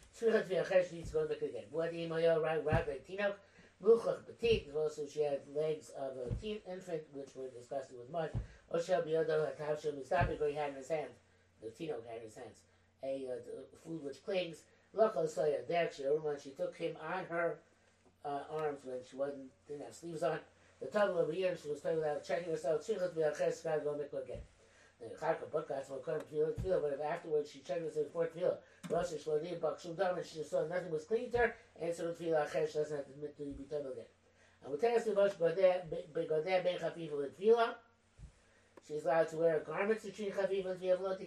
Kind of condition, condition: fault, poor microphone